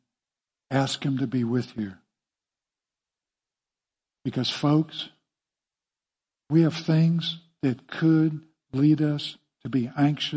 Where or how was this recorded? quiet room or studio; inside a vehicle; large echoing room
large echoing room